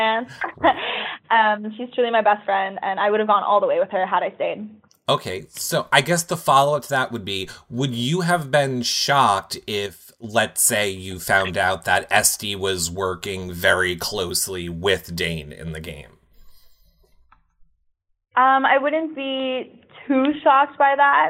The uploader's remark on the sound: Phone Interview.